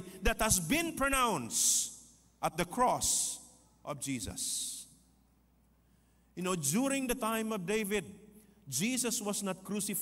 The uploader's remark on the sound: This podcast was recorded live last August 13, 2023 at Zamboanga City Alliance Evangelical Church.